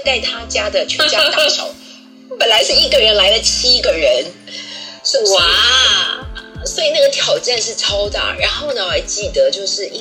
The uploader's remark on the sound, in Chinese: 本集採線上錄製